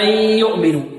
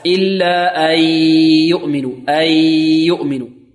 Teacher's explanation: بعض الطلاب يدغم بدون ويمط ويمد بدون غنة هكذا: إلا أن يؤمنوا، أي يأتي بياء يدغم النون في الياء إدغام كامل مخرجا وصفة، إدغام كامل بدون غنة · Shown in: second take